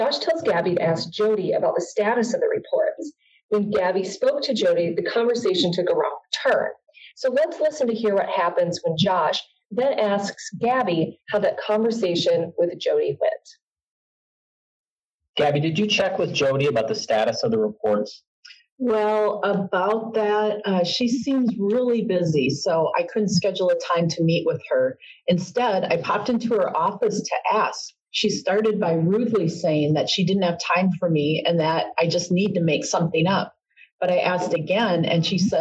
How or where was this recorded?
video call